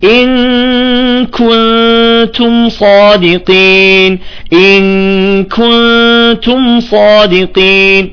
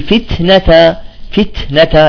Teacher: التاء عطوها طرف همس ولو كانت متحركة